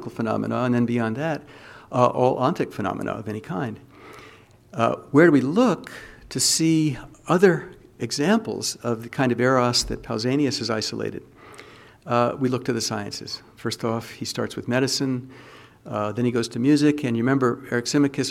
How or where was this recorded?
large echoing room